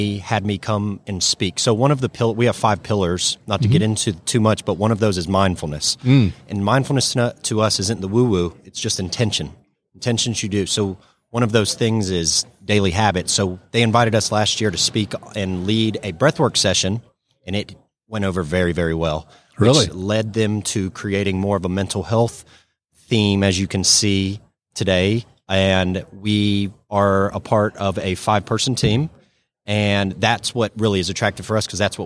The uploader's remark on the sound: LIVE from SOAHR 2023. North Fulton Business Radio.